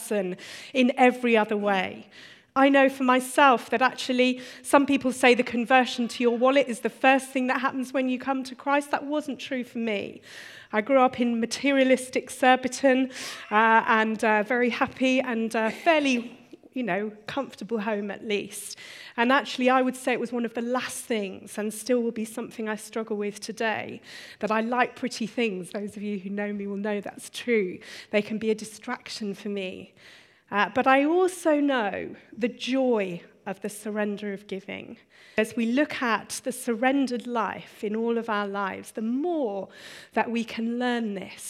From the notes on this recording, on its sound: Recorded on 7th February 2016 at our Bournville gathering